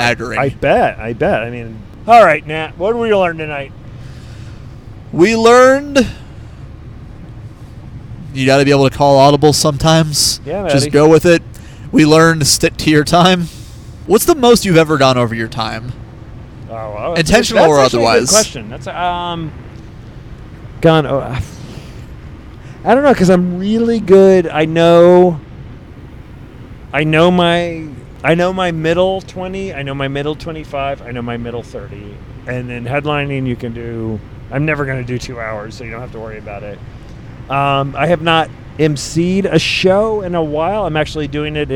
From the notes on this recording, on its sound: Records an episode to and from the gig. On the Road.